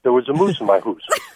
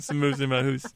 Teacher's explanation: it sounds more like the traditional Canadian way of pronouncing the ow sound · Term: Canadian vowel sound